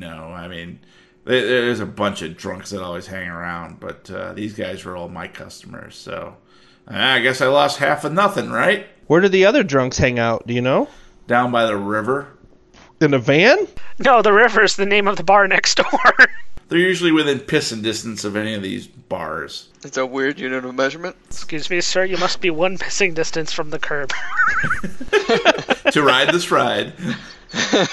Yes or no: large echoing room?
no